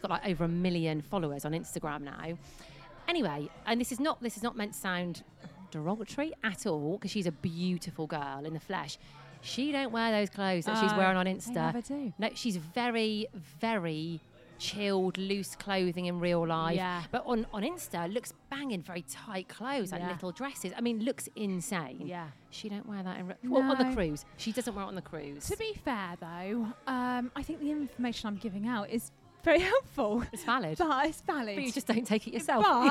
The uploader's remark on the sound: We are live form The Maynard with an audience!